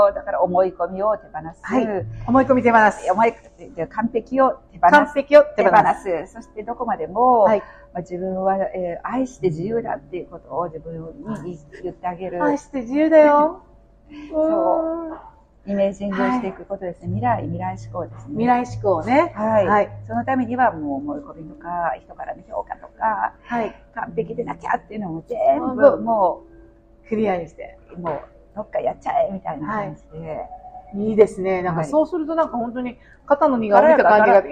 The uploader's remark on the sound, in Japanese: 室外での収録のため聞きずらいところがございますが